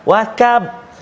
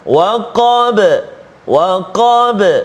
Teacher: huruf qaf berikan hak dia, sifat dia, kan tebal · Shown in: second take · istiala sebagainya, iaitulah jangan baca tipis dengan macam kaf.